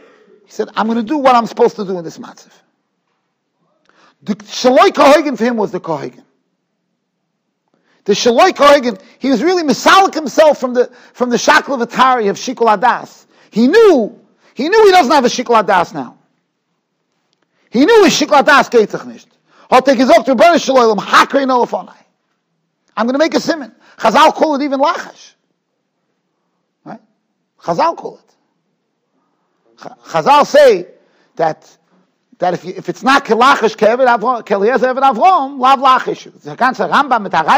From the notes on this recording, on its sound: Shiur recorded in Yeshivas Ohr Reuven, Monsey, NY.